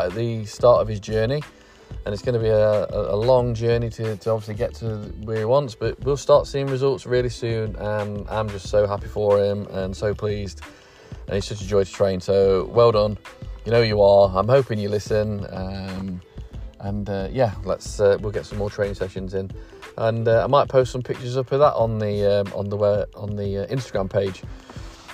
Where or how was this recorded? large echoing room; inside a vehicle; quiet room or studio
inside a vehicle